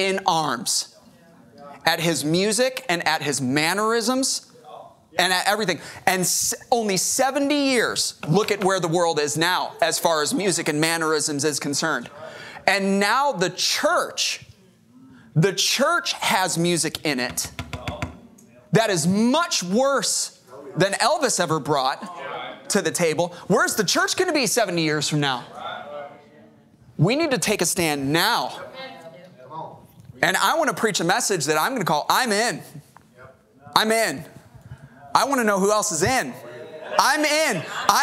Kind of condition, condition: setting, large echoing room